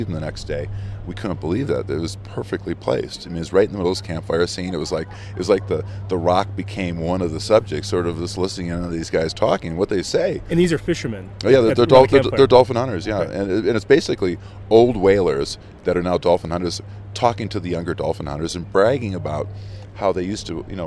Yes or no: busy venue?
yes